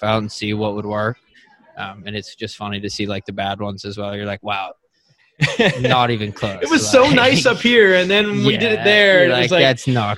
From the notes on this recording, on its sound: This week, we are bringing you TWO interviews live from the PGA Merchandise show in 2020.